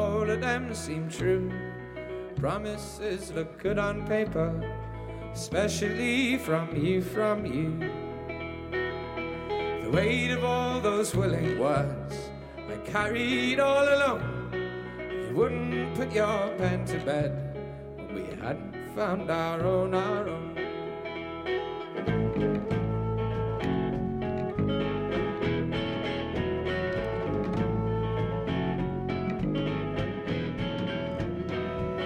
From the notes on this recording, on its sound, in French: Un concert enregistré le 15 novembre 2013 à la Flèche d'Or.